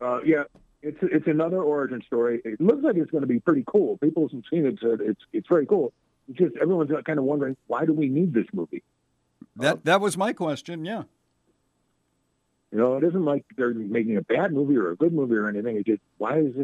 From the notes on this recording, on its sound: In another visit from the World News Center. Called in for another fun-filled, action-packed chat.